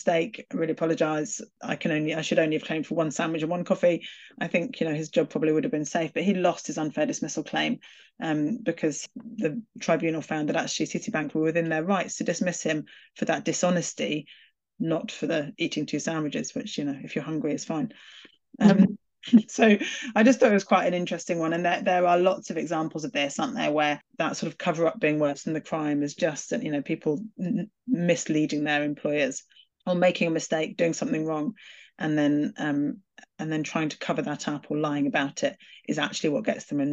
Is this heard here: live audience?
no